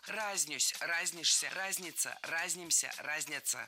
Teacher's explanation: во всех словарях в этом глаголе ударение падает только на первый слог. Во всех формах.